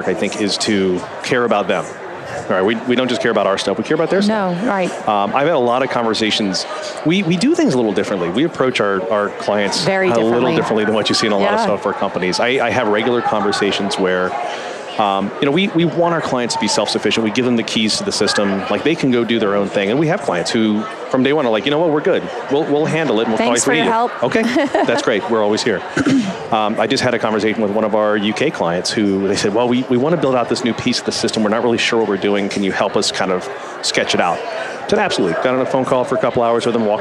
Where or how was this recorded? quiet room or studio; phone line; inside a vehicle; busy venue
busy venue